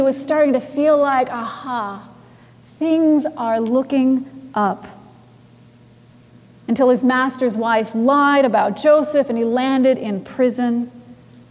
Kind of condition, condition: setting, large echoing room